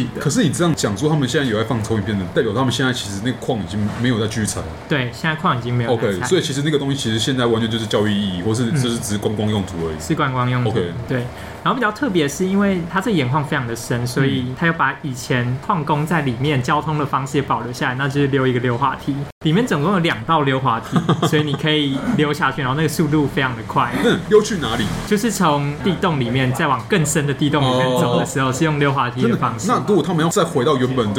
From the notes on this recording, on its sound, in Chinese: 本集白噪音指數：微風級 2/5。錄音地點： BUZZ Cafe & Beer。